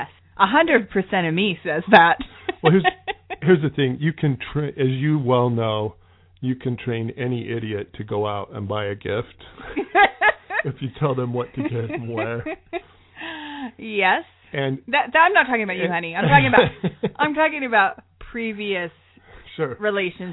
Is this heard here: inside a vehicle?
no